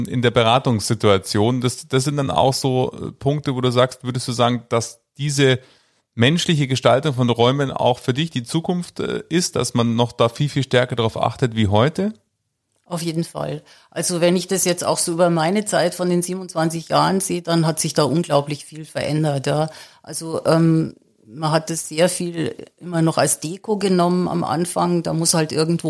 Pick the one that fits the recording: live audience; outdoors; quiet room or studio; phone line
quiet room or studio